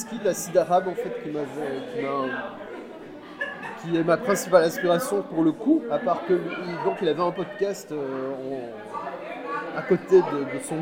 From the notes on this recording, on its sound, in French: A été enregistrée au Bier Circus (bar situé rue de l'Enseignement à Bruxelles, dans le quartier du Cirque Royal). En mode "conversation de bistrot".